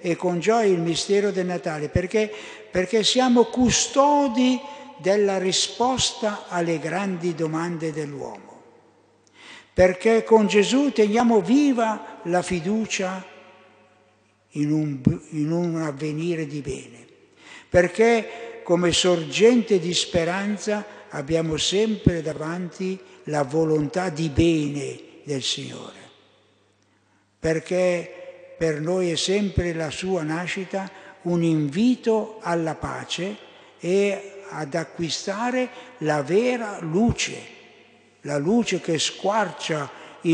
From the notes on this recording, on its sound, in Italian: Durante la Santa Messa solenne di Natale - ore 11.15 - Vergiate.